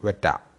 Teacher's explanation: In other examples, when the word ends in R, the word is pronounced like beta, and in the word wetter, W-E-T-T-E-R, the R at the end is not pronounced and the sound will be more like wetta. The A replaces the R in Australian English pronunciation